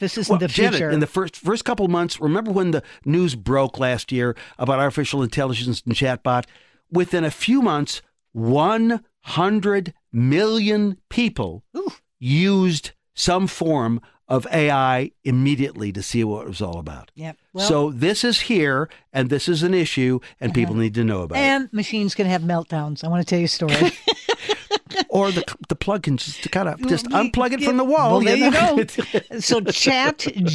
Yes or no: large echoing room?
no